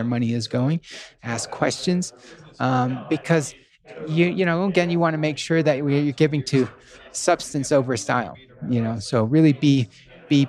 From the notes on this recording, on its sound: We are live again from the GoBundance event